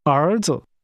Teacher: Sons is pronounced with rising and falling rising tones.